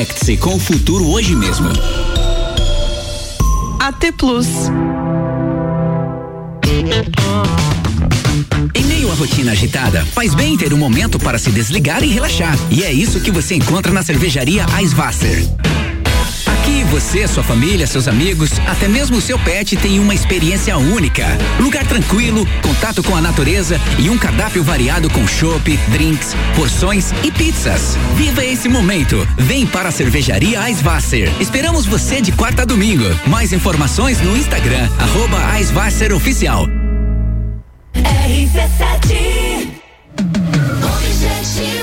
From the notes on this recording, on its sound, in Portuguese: programa gravado direto do estande da GTS DO BRASIL na EXPOLAGES.